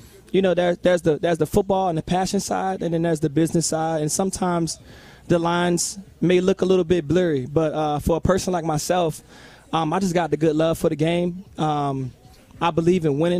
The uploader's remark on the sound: Live at his Work Hard, Play Hard" Football Camp at LC Bird.